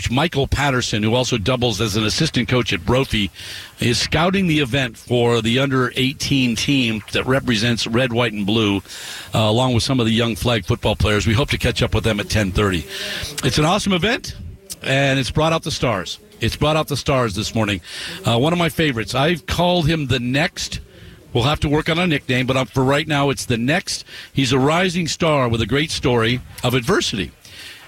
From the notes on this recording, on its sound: live at Desert Mountain High School